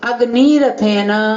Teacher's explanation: गया, समझ गए ना, पूर्व के स्वर को दीर्घ हो गया, तो अग्नि रथेन जो ह्रस्व ई है उसको दीर्घ ई हो गया और विसर्ग को जो र हुआ था उसका लोप हो गया